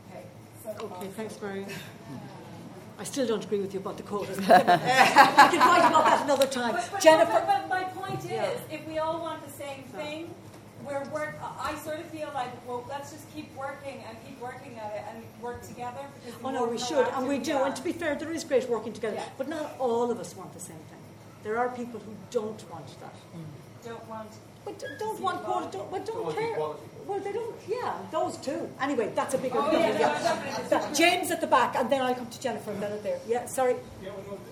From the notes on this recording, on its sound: Recorded live at the 2019 Galway Film Fleadh.